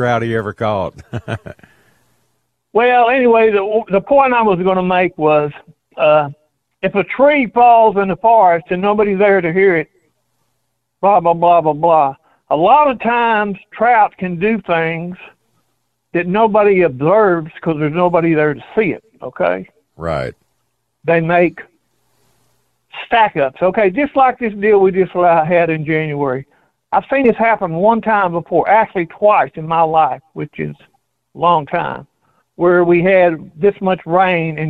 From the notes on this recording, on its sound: We also open the phone lines.